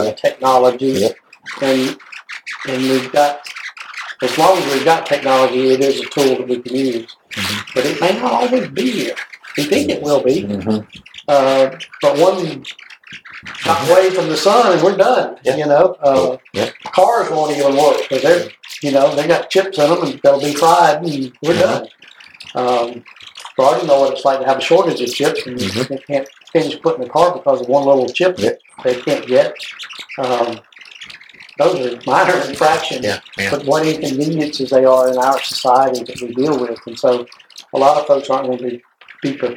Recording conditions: distortion